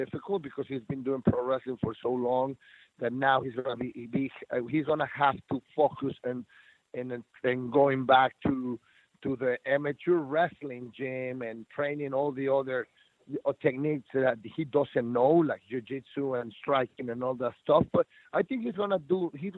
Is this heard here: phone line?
yes